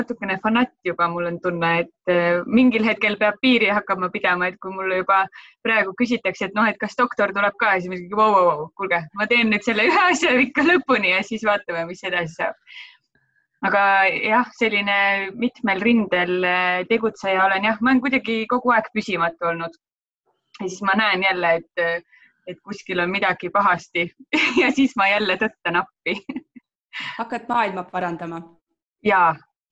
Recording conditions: video call